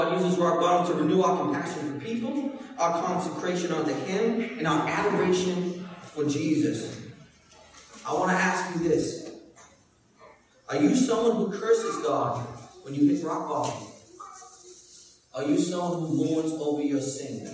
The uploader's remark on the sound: Preached at Restoration Road church on March 19, 2017.